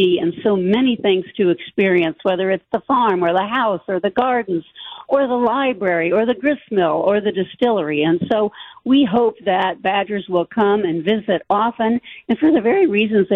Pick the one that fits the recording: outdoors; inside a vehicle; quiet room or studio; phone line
phone line